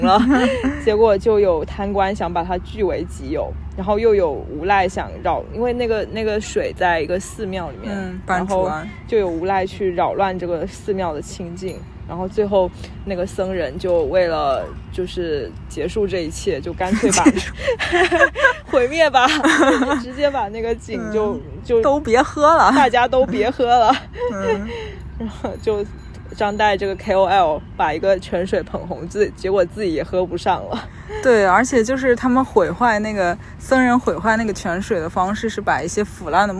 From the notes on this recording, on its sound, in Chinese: 这是一期接地气的播客（字面意思），我们来到郊野公园席地而坐录制这期博客。在露营帐篷的包围圈里聊露营。